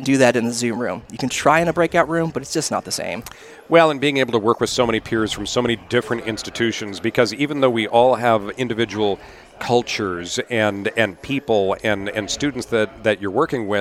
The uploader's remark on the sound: We’re on the road again with the Higher Edge Mobile Podcasting Rig! This week, we’re headed to sunny California and the floor of the California Association of Institutional Research “CAIR” Conference 2022 in La Jolla, California.